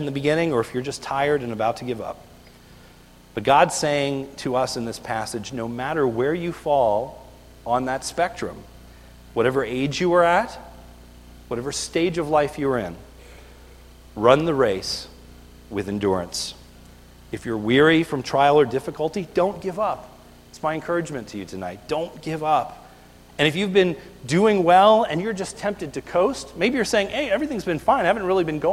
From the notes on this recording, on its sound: This is a video recorded at the Lebanon Bible Fellowship Church in Lebanon, PA on 12/02/2018 during the evening service